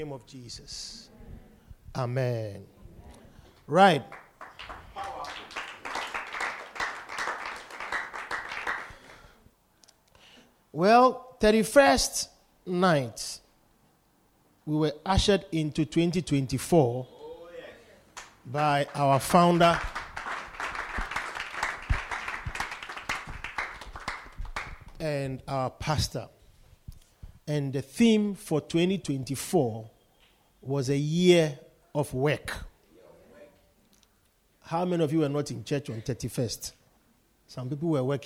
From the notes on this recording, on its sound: Preached at the Poimen Church-HQ on the 21st of January 2024.